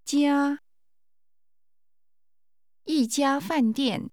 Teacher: 家 is pronounced with a high level tone